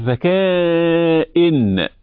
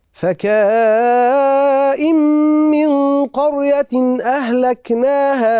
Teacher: يقرأ بإثبات الألف وهمزة مكسورة بعدها فكائن. ويوافقه الإمام أبو جعفر لكن مع التسهيل.